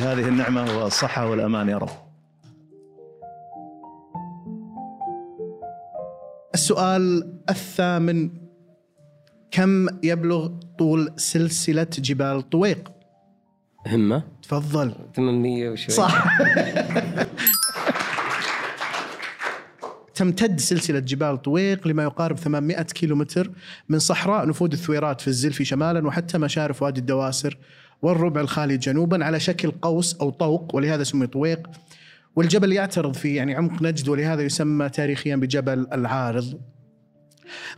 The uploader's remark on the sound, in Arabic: هذه الحلقة سُجلت أمام الجمهور